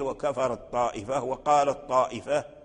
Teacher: والتاء والطاء يخرجان من مخرج واحد، فلهذا اتفق القراء على إدغامه · Term: إدغام تاء التأنيث في الطاء